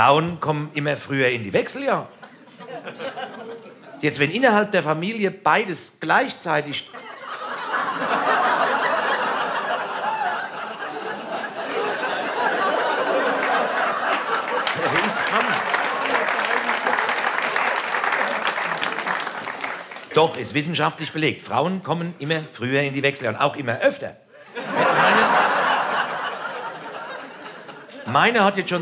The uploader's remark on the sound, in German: Format: Original Recording. Diese Sammlung enthält die Live-Mitschnitte zu seinen drei Soloprogrammen.